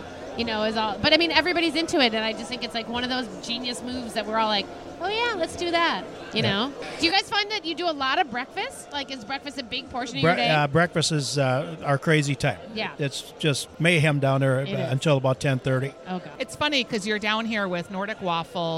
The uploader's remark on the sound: Live from LuLu's Public House Patio